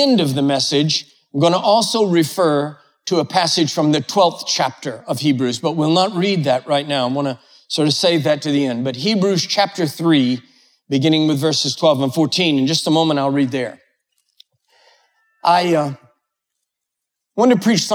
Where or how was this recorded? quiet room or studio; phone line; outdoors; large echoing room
large echoing room